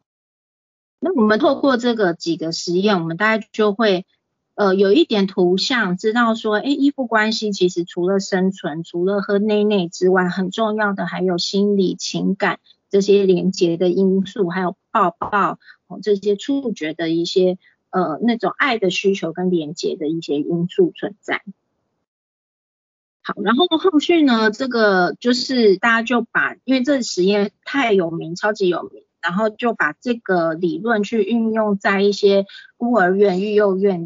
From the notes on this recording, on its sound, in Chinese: 講座錄音。此為線上課程錄音檔！